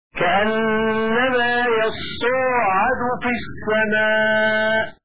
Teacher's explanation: وقرأ شعبة: كأنما يصعد في السماء. هكذا بإثبات الألف بعد الصاد وتخفيف العين